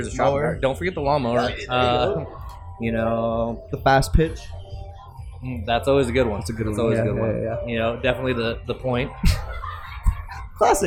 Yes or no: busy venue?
yes